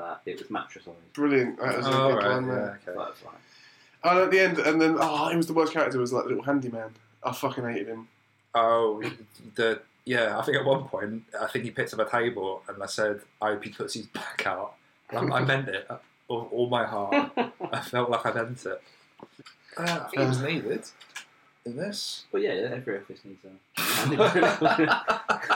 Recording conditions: poor sound quality